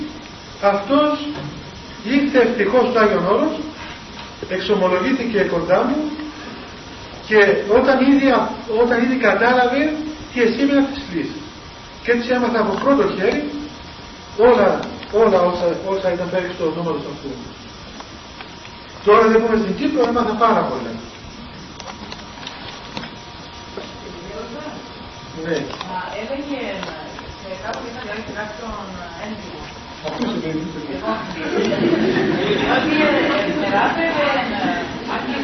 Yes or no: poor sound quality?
yes